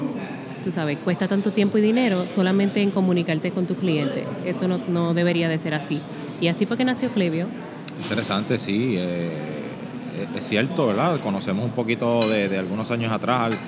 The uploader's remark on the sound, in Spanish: Episodio En Directo desde Boston, EE.UU. En este episodio grabado en directo desde la conferencia Klaviyo:BOS en la ciudad de Boston en Estados Unidos.